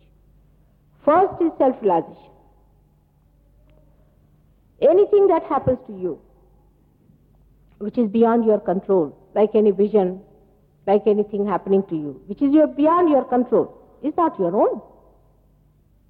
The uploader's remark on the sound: Archive audio. At Caxton Hall, London, England.